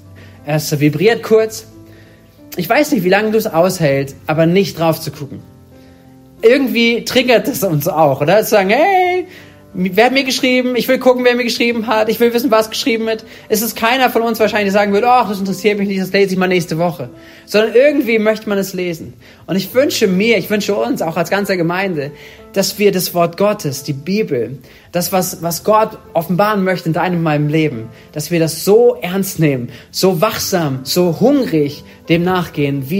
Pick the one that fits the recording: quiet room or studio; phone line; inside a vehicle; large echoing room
large echoing room